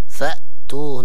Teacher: كذلك الهمزة فأتوهن همزة وليس هو مد، لا نقول فآتوهن لكن فأتوهن فعل أمر.